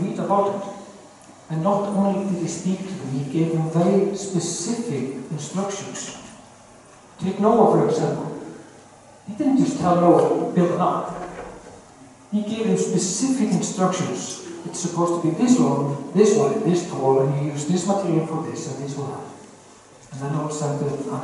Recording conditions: poor sound quality